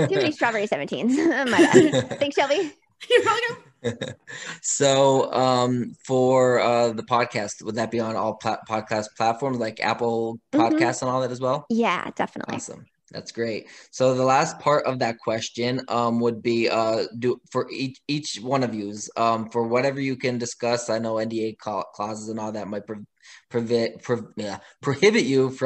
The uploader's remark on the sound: The cast, on a Zoom call